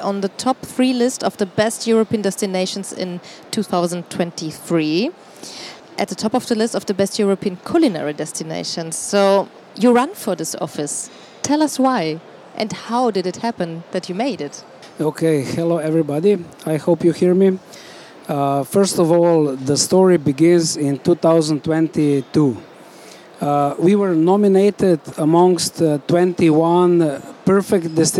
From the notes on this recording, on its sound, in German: Sport und Kultur Travel Talks auf der ITB.